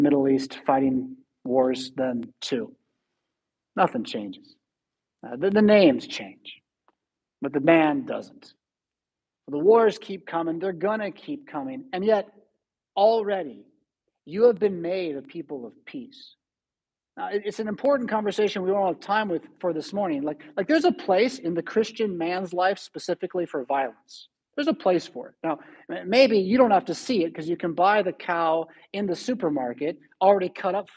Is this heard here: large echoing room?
yes